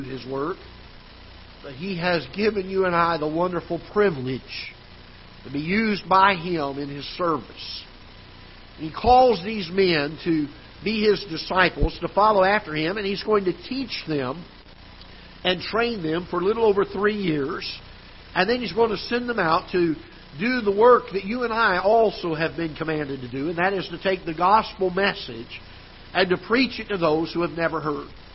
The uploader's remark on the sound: Ketha Heights Baptist Church ~ Live Broadcast